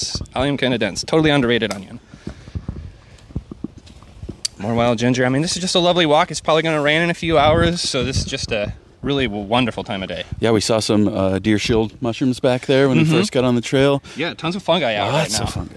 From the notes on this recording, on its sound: Take a June walk. If you're into mushy mushroom asmr.